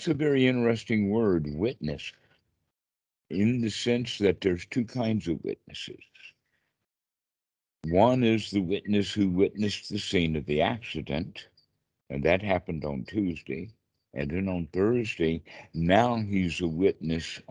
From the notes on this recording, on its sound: skype calls on this channel